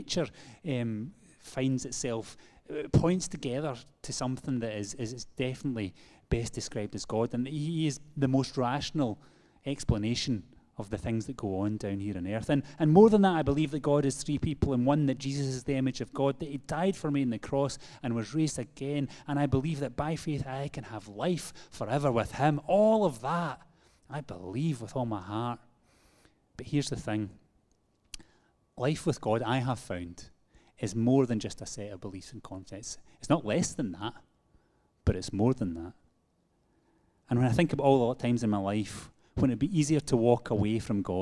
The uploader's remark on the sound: Live from our Sunday Gathering